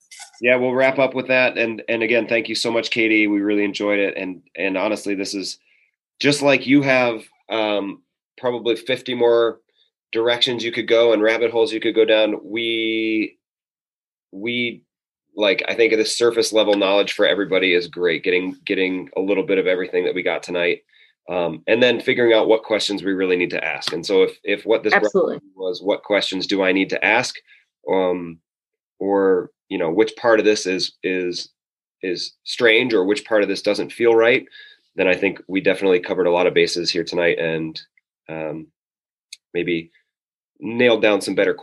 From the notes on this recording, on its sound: This is the audio recording from a free virtual seminar we hosted with guest speaker.